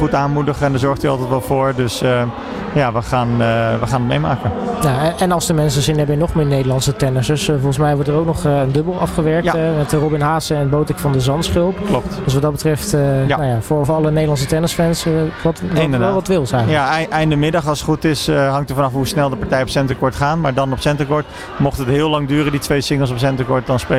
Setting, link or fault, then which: setting, busy venue